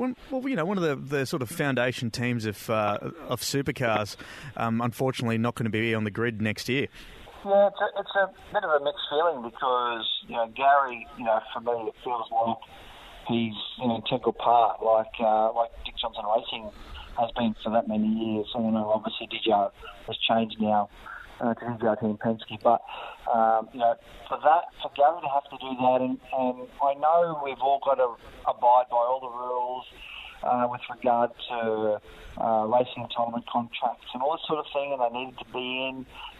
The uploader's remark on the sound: Before taking to the streets of the Gold Coast. Via phone.